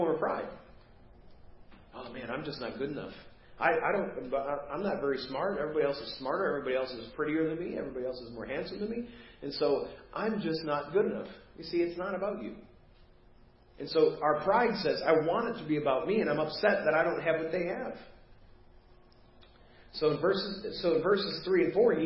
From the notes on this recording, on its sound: Preached at First Baptist Church of Hazel Park